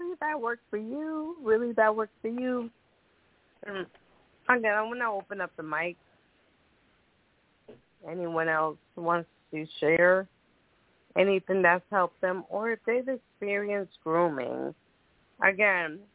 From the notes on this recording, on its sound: Those who call in will form a panel.